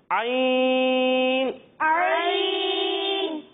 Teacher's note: جب ہم عین کی ادائیگی کریں گے نا تو اسے ہم حلق کے درمیانے حصے سے پڑھیں گے